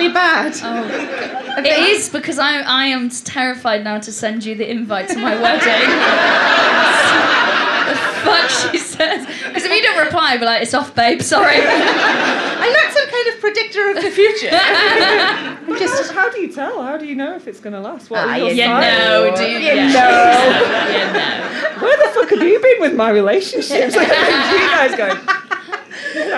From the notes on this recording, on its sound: Recorded at The Stand during 2016's Edinburgh Fringe Festival.